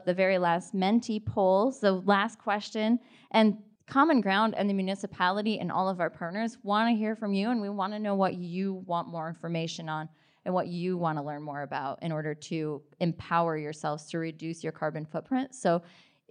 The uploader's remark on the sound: At the 49th State Brewing Co. About Addressing Alaskans features local lectures and forums recorded at public events taking place in Southcentral Alaska.